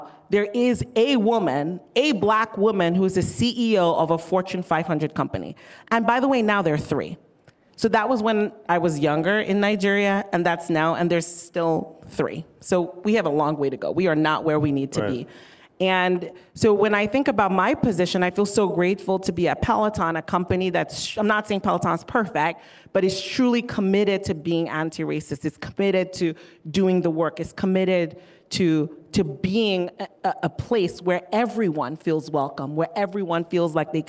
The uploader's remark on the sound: Recorded at AWNewYork 2021